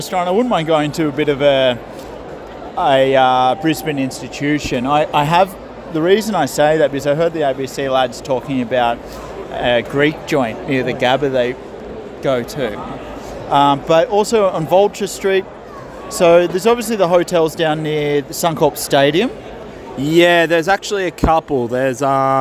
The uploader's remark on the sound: ON LOCATION AT THE GABBA IN BRISBANE.